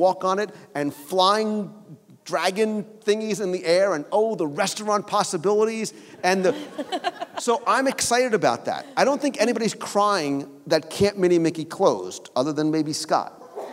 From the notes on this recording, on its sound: LIVE Show from the Atlantic Dance Hall. LIVE show recording from our WDW Radio NeverLand and Sea event at the Atlantic Dance Hall before our cruise on the Disney Dream.